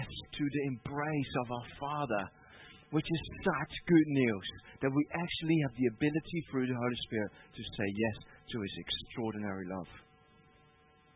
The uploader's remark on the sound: Part of the Rising Tide conference at Emmanuel Church, from Sunday 1st December, 2019.